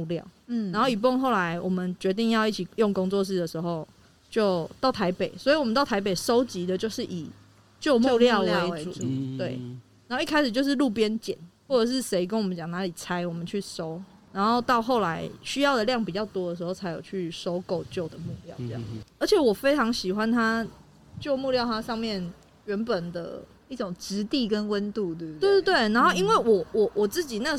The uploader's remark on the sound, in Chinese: 本集因戶外錄製偶有環境音干擾，敬請見諒！